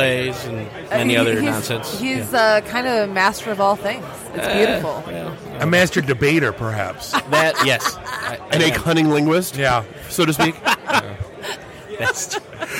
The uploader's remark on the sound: Live from Astronomicon